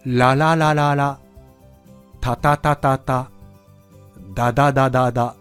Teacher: 舌が上顎について離れて、ついて離れてを繰り返してますよね